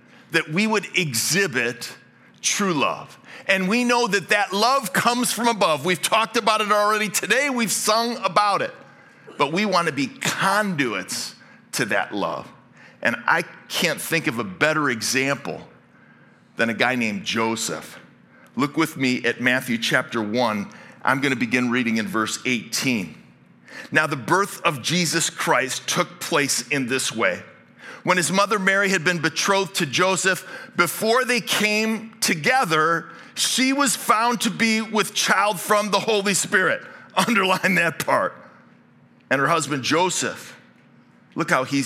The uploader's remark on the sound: Originally preached at Highpoint Church on Sunday, December 10, 2023. This message was originally preached at Highpoint Church.